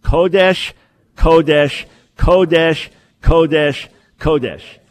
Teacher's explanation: The Ruach HaKodesh, commonly mispronounced in Messianic circles as Ruach HaKodesh. Now, the accent's on the first syllable.